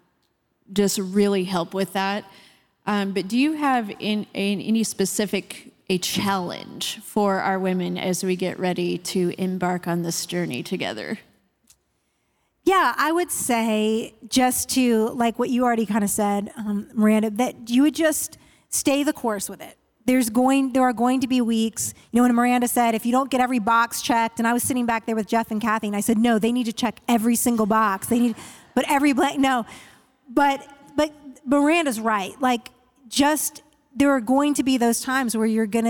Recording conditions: live audience